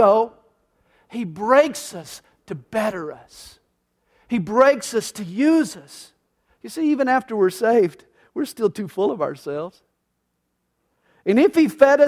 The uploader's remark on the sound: This message was recorded live during the Sunday Morning service at CalvaryCSM located in Lilburn, Georgia.